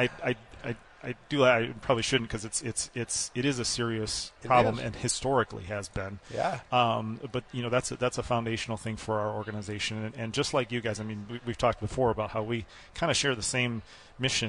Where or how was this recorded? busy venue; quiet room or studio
busy venue